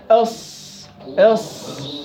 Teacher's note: ويستعلي مع الصاد أقصى اللسان · Term: أحرف الاستعلاء